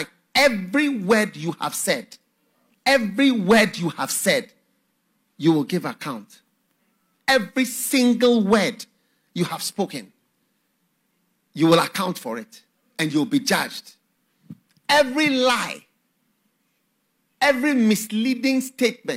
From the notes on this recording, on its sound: Preached at the FLOW Church Service.